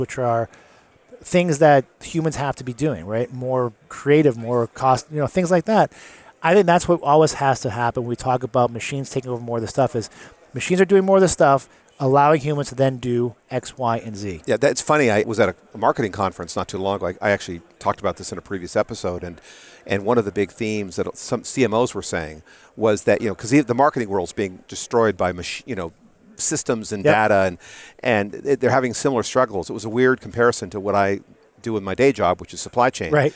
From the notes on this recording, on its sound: Live at Gartner. Recorded on the show floor.